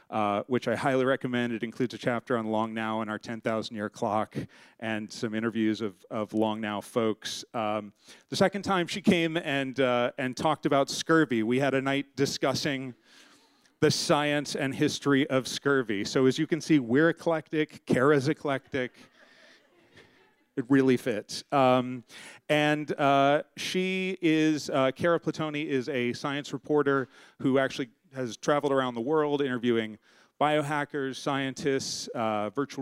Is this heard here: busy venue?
yes